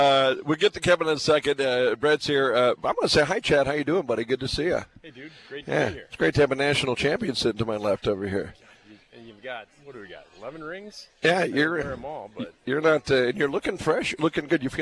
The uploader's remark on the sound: broadcasting live from the north Fargo Applebee's location